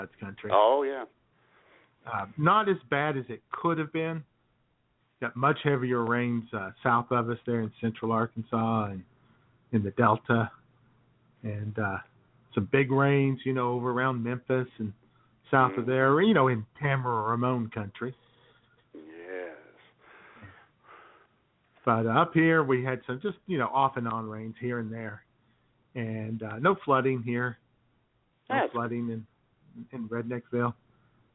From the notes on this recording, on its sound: your phone calls